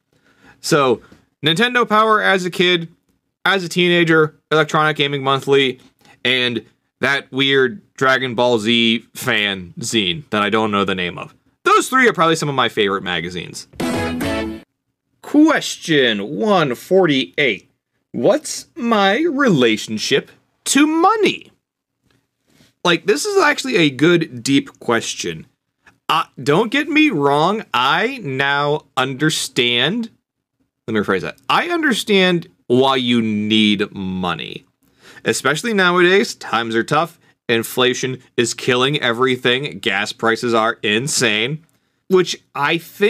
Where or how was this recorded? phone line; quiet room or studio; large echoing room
quiet room or studio